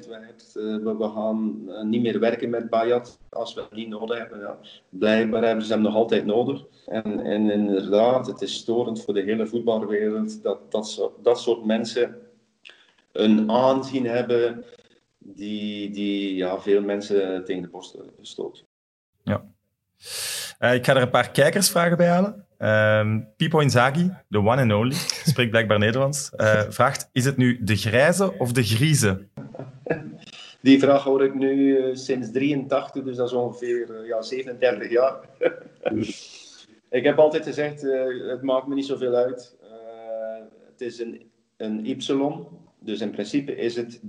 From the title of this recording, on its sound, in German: Skypen